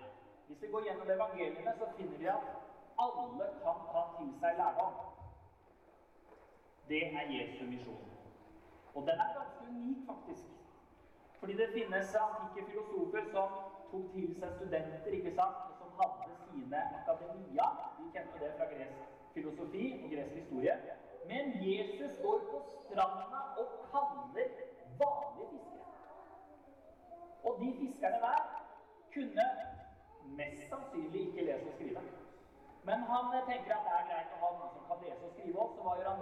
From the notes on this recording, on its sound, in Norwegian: Vi beklager dårlig lydkvalitet i dette opptaket.